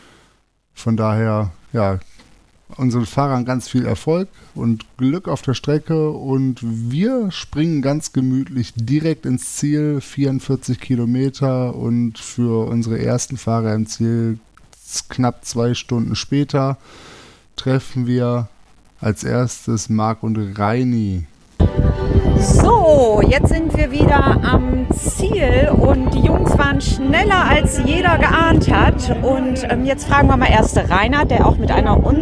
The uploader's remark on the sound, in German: Die erste Etappe des 4-Stage Mountainbike Race Lanzarote, im Club la Santa ist Geschichte. Berichten live aus der Startaufstellung und unter dem Zielbogen.